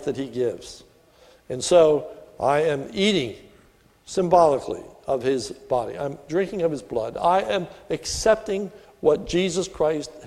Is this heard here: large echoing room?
yes